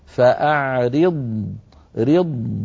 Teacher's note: لابد من بيان الضاد رخوة مستطيلة مفخمة مطبقة من غير تكلف، هكذا. ولما نقول من غير تكلف أي تكلف مذموم، أما التكلف اللي هو بمعنى الإتيان بالحرف كما ينبغي أن يكون هذا كلنا يفعله، يعني إذن التكلف تكلفان، تكلف محمود وتكلف مذموم.